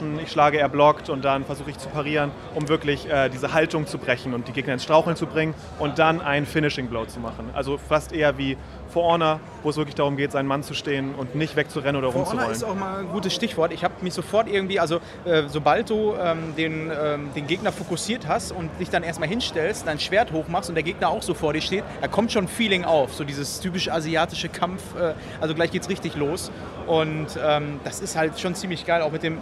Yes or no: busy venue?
yes